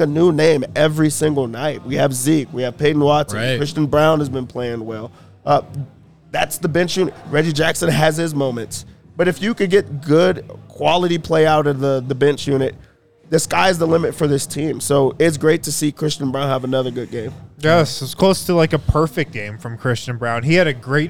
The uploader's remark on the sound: come to you LIVE from the DNVR Bar